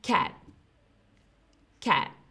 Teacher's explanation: So the T is not emphasized. We call that a stopped T